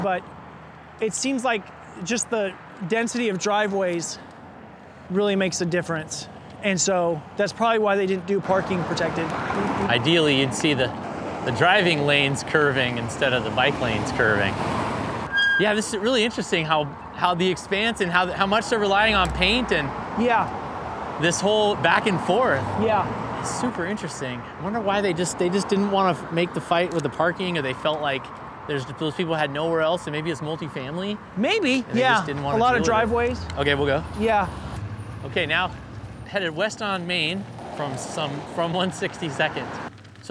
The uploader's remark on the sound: He invited me on a 12-mile bike ride around his district. This episode was recorded almost entirely as we pedaled on a loop from NE 102nd and Glisan to SE Powell and 162nd, then back north to Glendoveer Golf Course.